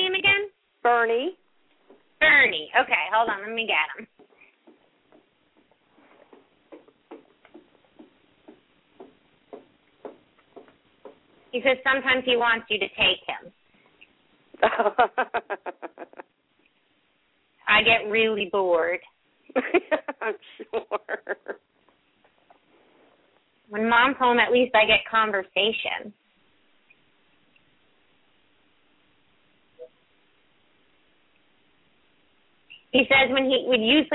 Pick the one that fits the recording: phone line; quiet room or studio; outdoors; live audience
phone line